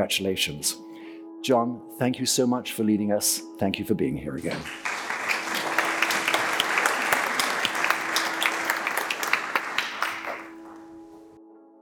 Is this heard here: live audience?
yes